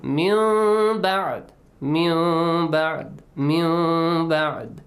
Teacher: we should change the sound of noon to a like half mim sound · Term: hidden mim sound